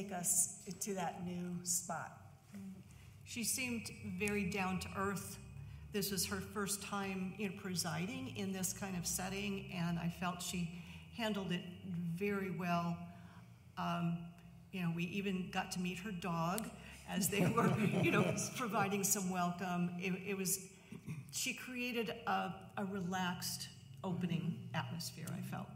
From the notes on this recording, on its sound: 10am Worship. Audio of our worship service on 6/25/23. Streamed live on video from our campus in Westlake Village, CA.